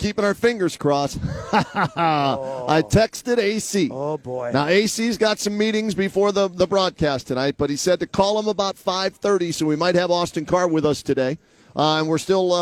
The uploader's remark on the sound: Gets underway live from Rocket Mortgage Fieldhouse ahead of tonight’s Cavaliers game against the Detroit Pistons.